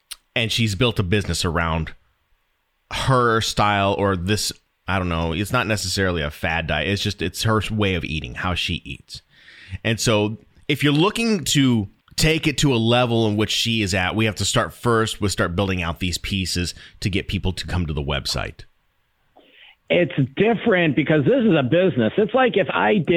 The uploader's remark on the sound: Recorded on December 24th, 2020, this consultation call was over an hour long